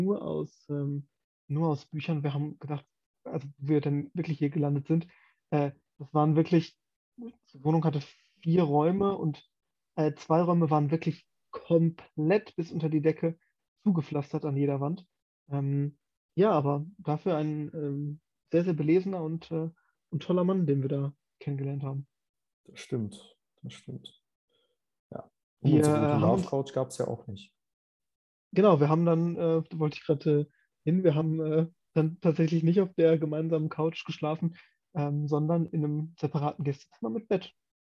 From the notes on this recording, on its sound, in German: Ein persönliches Treffen ist gerade arbeitsbedingt nicht möglich, sodass eine Zoomung aufgezeichnet wurde